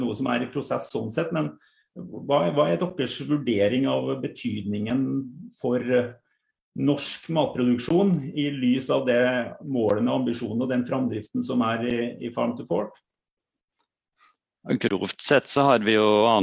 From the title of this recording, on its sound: Live Zoom